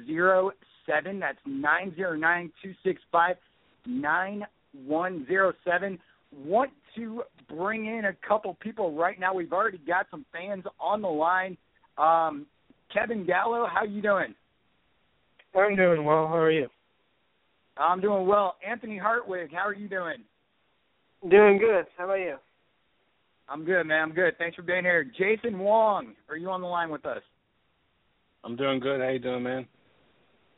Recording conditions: phone line